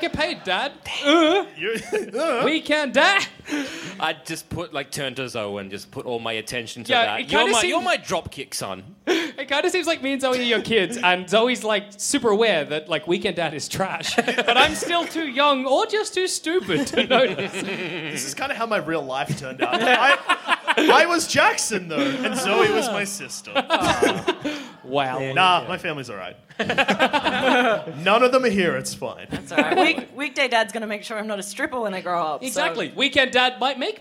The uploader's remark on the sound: Why Haven't We Done a Vs Episode LIVE?! Our heroes climb onstage, shield their eyes against the lights, take a sip of their water.